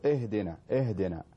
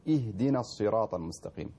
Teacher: الهمزة طبعا تكون مرققة وكذلك الهاء · Shown in: second take · بعض الناس يقول اهدنا اهدنا، يعني يفخم الهاء ويفخم الهمزة أيضا. · يعني يفخم الهاء ويفخم الهمزة أيضا. والصحيح أن تقرأ مرققة اهدنا الصراط المستقيم.